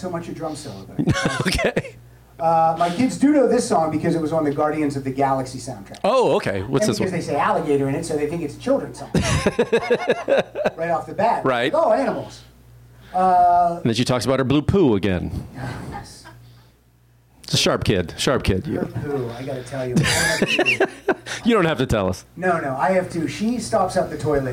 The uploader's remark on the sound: This show was recorded LIVE at the Improv Lab in Hollywood, California. Unfortunately we did have a sound issue... My microphone was barely recorded... I am still lower than everyone else. The recording process was totally out of our control.